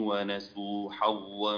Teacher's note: شعرت أن آخر الظاء لم يتفخم التفخيم الكافي، يعني استعددت لترقيق الميم حظا، استعددت بدري شوية فصار الصوت هكذا حظا ظا وليس ظا ظا إلى آخر الفتحة.